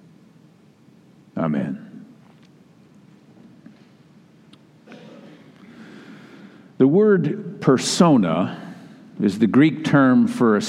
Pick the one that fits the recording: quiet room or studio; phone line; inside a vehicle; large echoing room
large echoing room